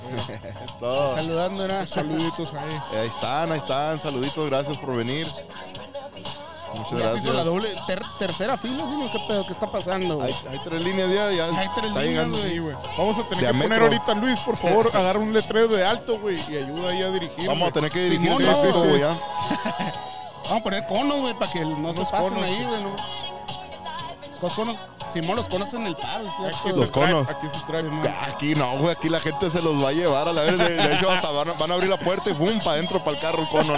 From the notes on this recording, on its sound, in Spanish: Cotorreo en vivo al aire libre en la fecha de Halloween regalando ducles a los niños